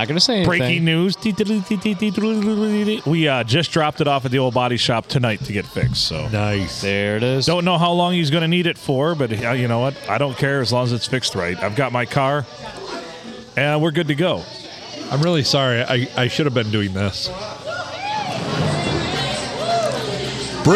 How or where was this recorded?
busy venue